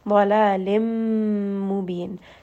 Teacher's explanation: Make sure that you are spending a bit of time and going up into the nose and properly saying the idgham of this letter.